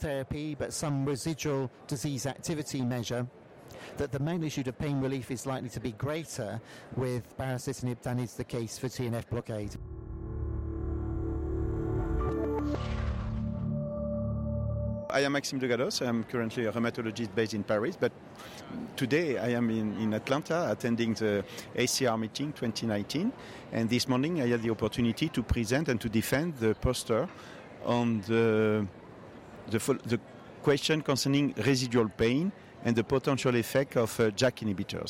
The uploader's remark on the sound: Congress Author Podcast - ACR 2019. Recorded at ACR 2019.